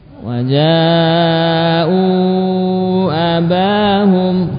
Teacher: alif bertemu dengan hamzah, sehingga jimnya yang pada asalnya dipanjangkan dengan mat asli 2 rokat, begitu ada hamzah menjadi bertambah ukurannya. Waja'u.